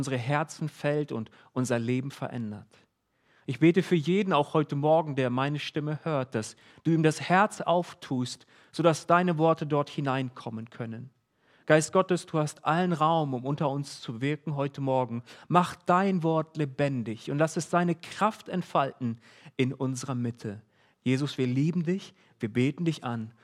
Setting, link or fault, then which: setting, large echoing room